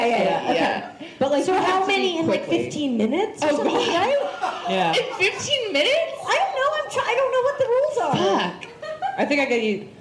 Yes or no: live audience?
yes